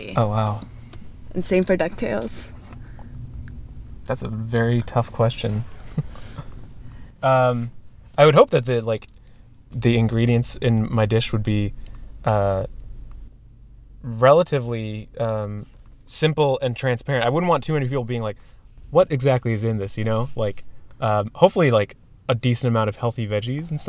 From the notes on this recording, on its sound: Recorded August 9th, 2015 outside of the Great Scott in Allston, MA.